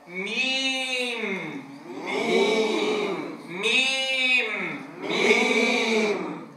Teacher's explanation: يخرج من الشفتين بانطباقهما على بعضهما، ويصاحبها غنة من الخيشوم · أعطينا الياء حقها من الزمن مع خفض الفك عند النطق بها